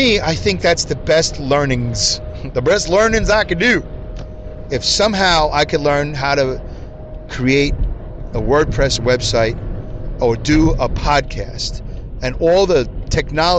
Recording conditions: inside a vehicle